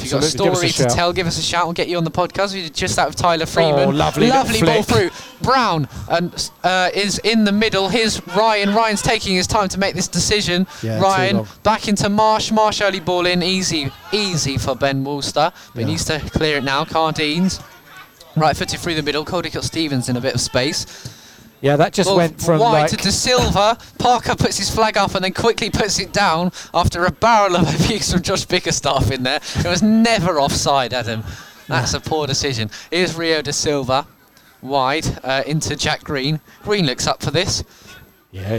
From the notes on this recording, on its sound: It’s an intra-squad friendly at Top Field, in front of a small crowd.